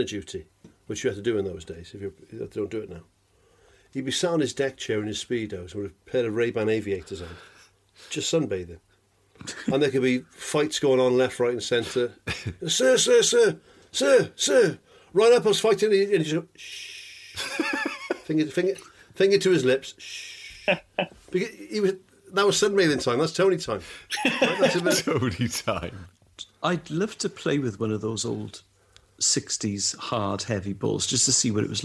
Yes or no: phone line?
no